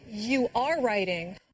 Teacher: Did you hear the stress on the verb be when … said am and are?